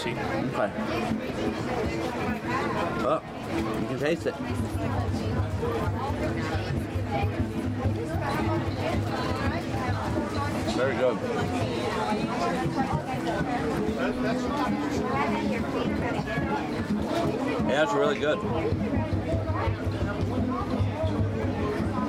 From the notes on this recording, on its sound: Live Reviews from the Food and Wine Festival. Have a live review show this week as we walk around Epcot's Worldshowcase and review food from 25 kiosks at the Food and Wine Festival.